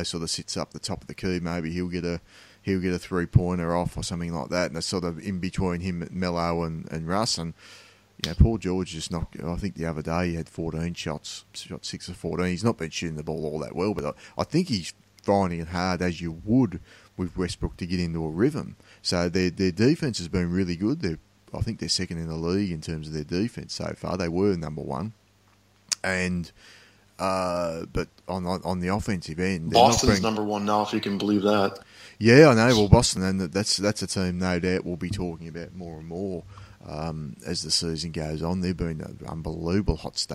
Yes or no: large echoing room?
no